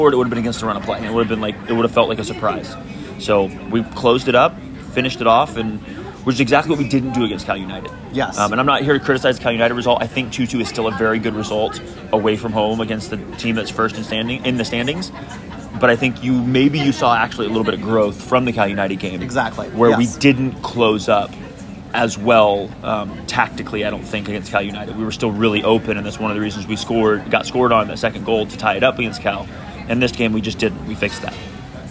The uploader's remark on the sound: While sitting in San Diego International Airport (apologies for the background noise).